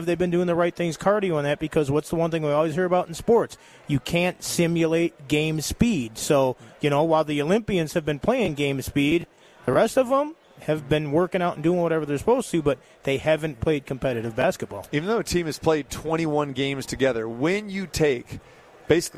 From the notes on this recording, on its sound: Live from The Thomas & Mack for the NBA Summer League